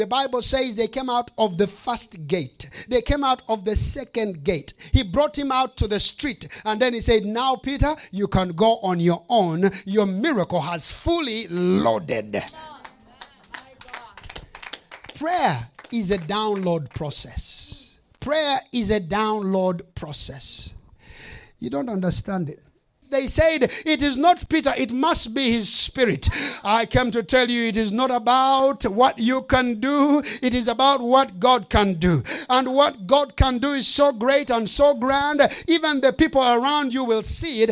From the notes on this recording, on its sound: preached during the Flourishing Life Conference 2023